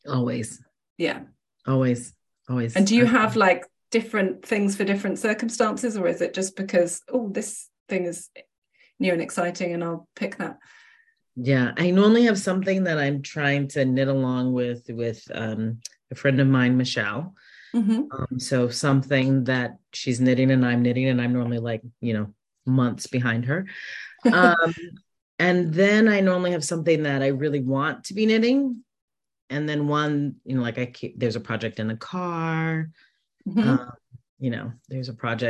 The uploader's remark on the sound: This interview was one of several online sessions recorded during the Knitathon